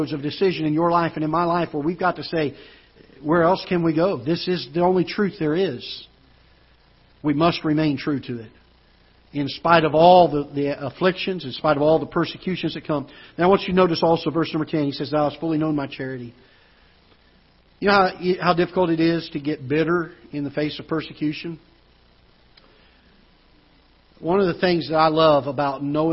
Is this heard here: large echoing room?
yes